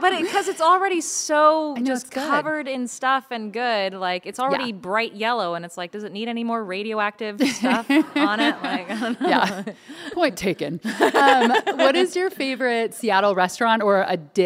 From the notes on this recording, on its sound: on stage in Seattle for a live podcast recording